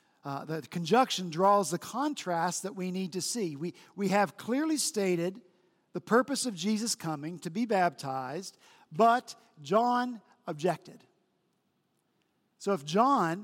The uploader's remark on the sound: This past Sunday, February 25 at Redeemer Presbyterian Church in Charleston, SC.